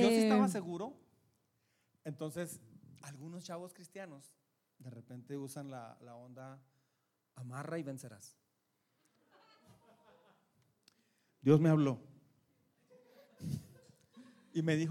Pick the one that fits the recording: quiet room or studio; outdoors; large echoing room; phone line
large echoing room